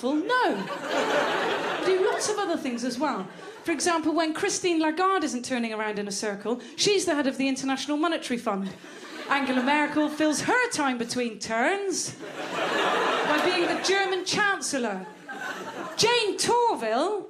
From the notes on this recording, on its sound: In Regent St Cinema. A packed audience.